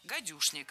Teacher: Гадюшник пишется с «ч», гадючник, но произносится с «ш», гадюшник.